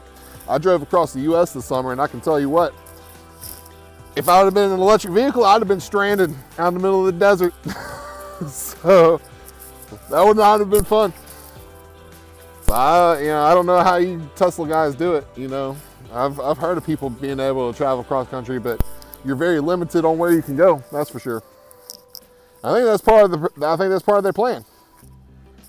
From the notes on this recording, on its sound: Today I am sitting by the river